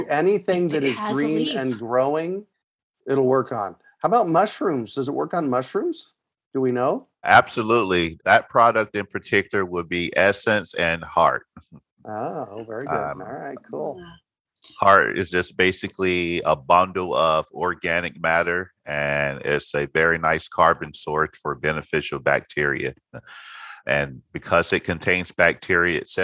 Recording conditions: video call